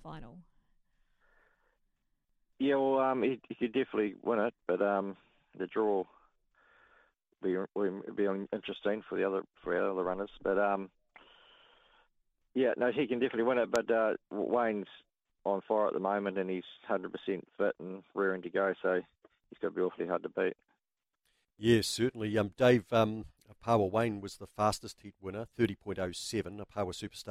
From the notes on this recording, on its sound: live calls from Manukau Races 1&2